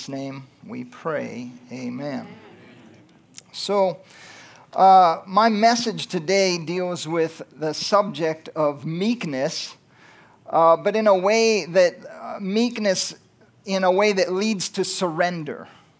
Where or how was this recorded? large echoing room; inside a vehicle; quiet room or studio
large echoing room